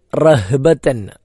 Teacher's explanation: മറ്റേത് റഹ്ബതൻ, ഹ ആണ്, കെട്ടുള്ള ഹ, തൊണ്ടയുടെ ഏറ്റവും താഴെ നിന്ന് പുറപ്പെടേണ്ടത്